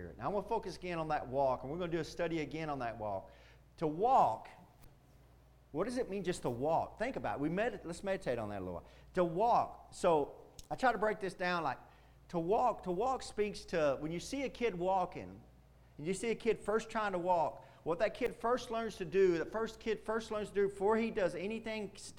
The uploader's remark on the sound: Preached Wednesday Night at Indian Gap Baptist Church.